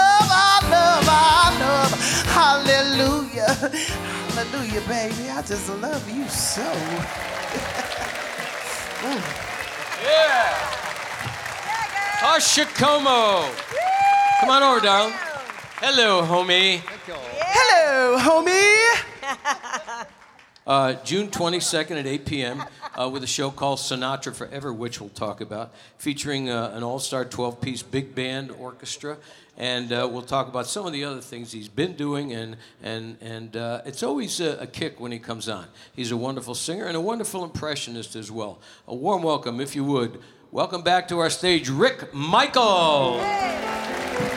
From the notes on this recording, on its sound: Live at the SouthPoint Casino